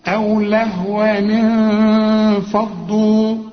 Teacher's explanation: هنكسر التنوين ده. ليه؟ علشان نتخلص من الساكن الأولاني